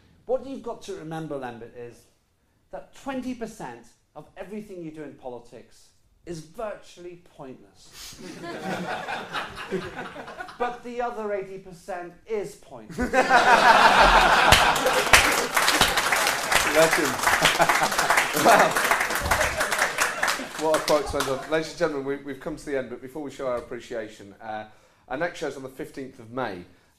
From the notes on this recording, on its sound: Recorded live at the St James Theatre.